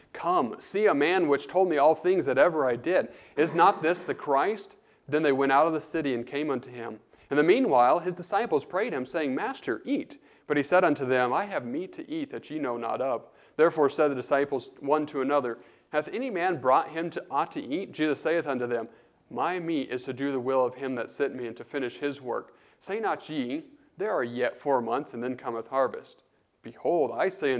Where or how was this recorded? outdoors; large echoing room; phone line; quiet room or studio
large echoing room